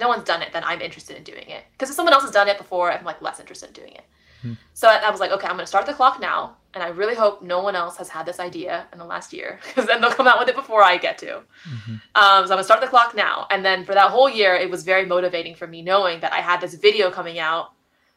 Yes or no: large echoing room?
no